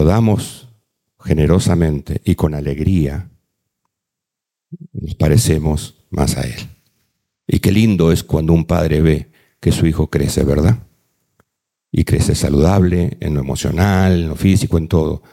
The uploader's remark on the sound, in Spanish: Presentado en vivo. Este podcast es la retransmisión de la reunión de iCafe Iglesia de cada domingo.